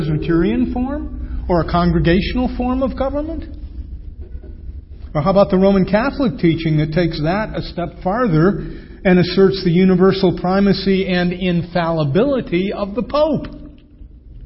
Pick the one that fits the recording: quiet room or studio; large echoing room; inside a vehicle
large echoing room